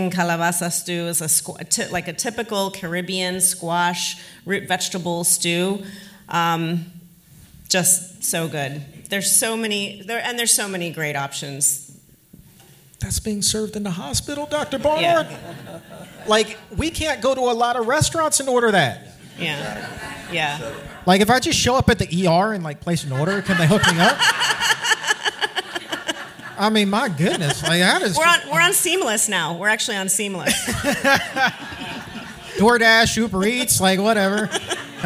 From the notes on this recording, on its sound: Exam Room LIVE in New York. The Exam Room LIVE hits the stage in New York!